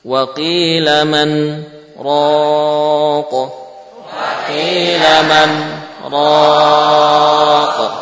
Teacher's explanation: Wa qila man, ya, namun tidak mungkin diidharkan saja langsung dibaca ro'nya, menyalahi madhabnya, sehingga dibacalah dengan saktah, memberikan jeda antara nun dengan ro'.